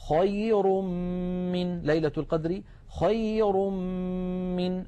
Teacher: انتقلنا من الراء المضمومة إلى الميم التي بعدها، فتحول التنوين إلى ميم، ثم أدغمت الميم في الميم